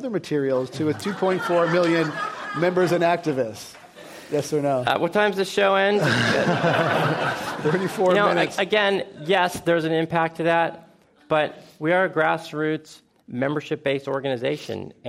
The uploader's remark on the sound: This program was recorded in front of a live audience at the Commonwealth Club of California on April 20, 2016